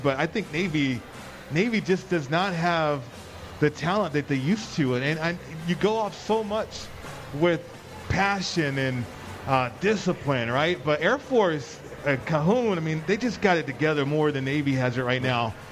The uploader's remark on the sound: Live From The Cosmopolitan of Las Vegas